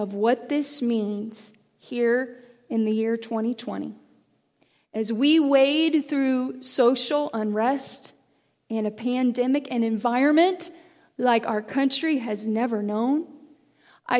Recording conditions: large echoing room